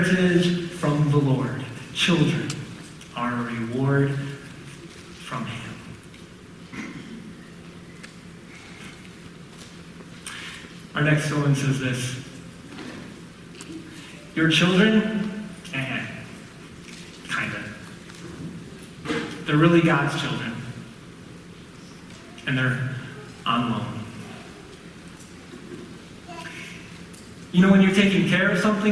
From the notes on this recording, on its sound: Sorry about the audio quality!